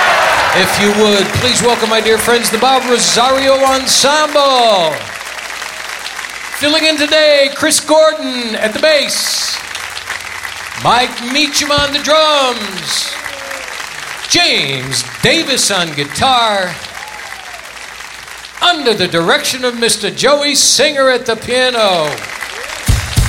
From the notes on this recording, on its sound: Live at the SouthPoint Casino